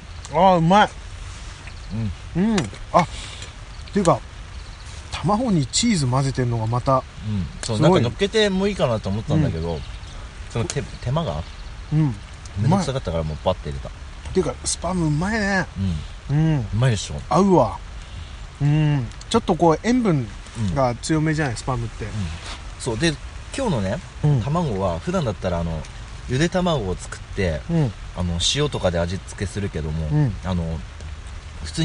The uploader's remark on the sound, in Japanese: 雨の中の朝食の模様を録音しました。